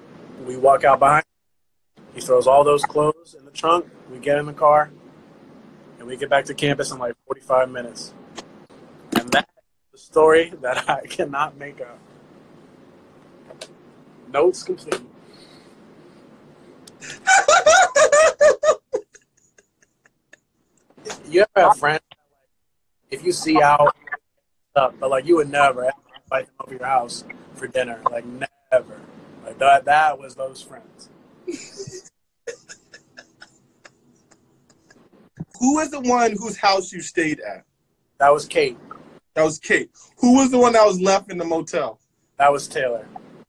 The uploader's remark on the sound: Live on Instagram